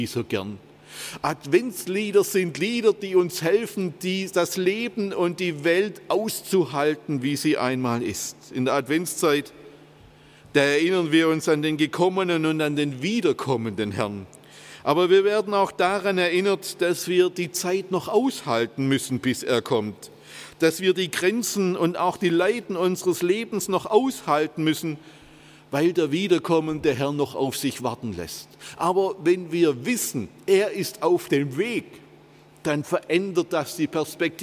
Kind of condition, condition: setting, large echoing room